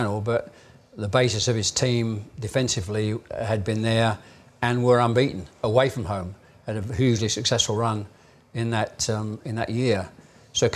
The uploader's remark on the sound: We're in front of a live audience. On an actual stage.